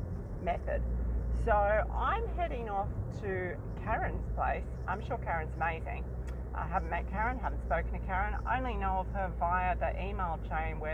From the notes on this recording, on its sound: Here is one of my adventures, both on the way and immediately after the meet. I try not to over edit my episodes so excuse back ground noise.